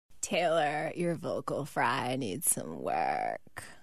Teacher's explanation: vocal fry is when you lower your pitch until your words start to take on a throaty, creaking sound.